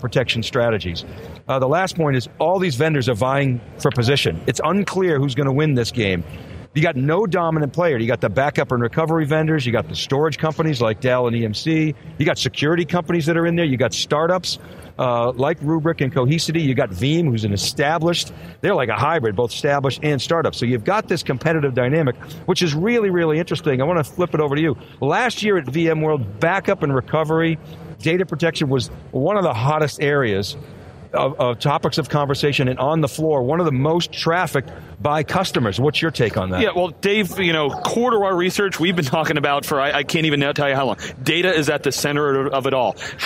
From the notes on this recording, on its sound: Live from VeeamOn 2018 with a discussion on the day one keynote in Chicago, IL.